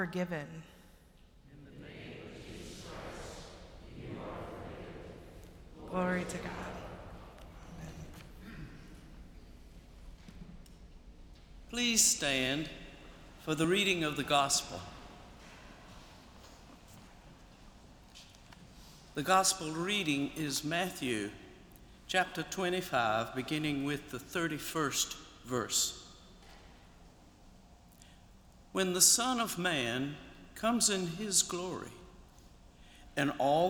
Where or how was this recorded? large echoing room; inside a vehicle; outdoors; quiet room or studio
large echoing room